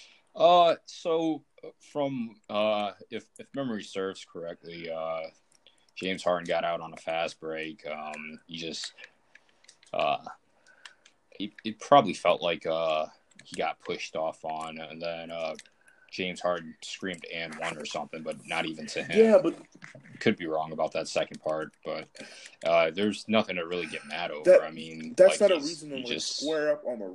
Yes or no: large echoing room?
no